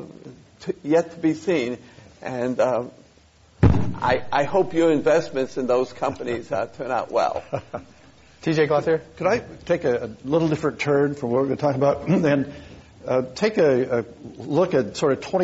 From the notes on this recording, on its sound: This program was recorded in front of a live audience at the Commonwealth Club of California, San Francisco on April 5th, 2011.